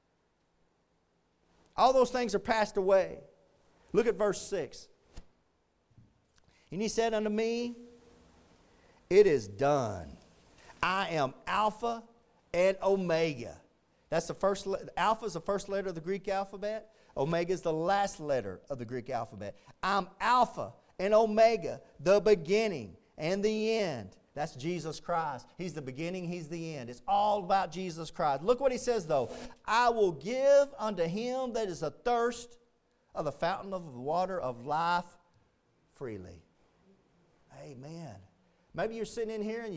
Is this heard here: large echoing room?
yes